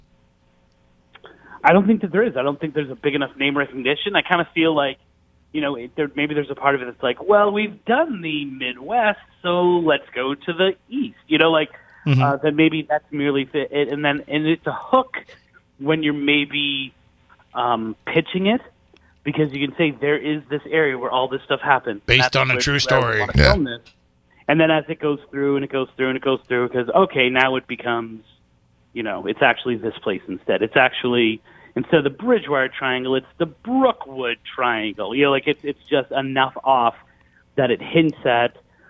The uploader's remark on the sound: "Spooky Southcoast" recorded live. Co-hosts by phone. Teams call in from the field, including a group that catches a very interesting animal sound that doesn't fit anything known to be in the Triangle.